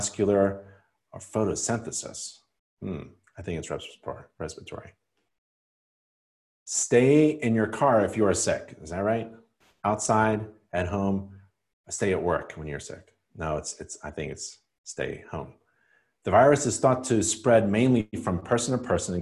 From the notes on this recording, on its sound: live InterNACHI webinar